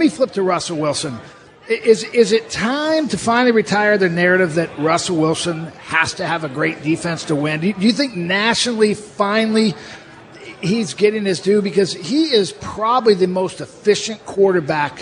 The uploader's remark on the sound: live at Pearl Bar and Dining